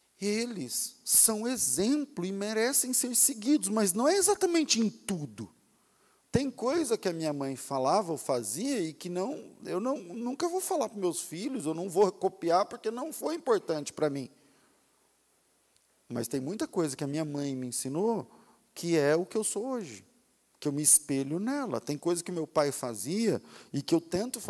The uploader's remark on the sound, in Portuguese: Culto ao vivo